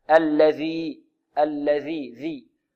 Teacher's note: الذال هنا معجمة، لابد من إخراج الذال هنا من طرف اللسان مع ما يحاذيه من أطراف الثنايا العليا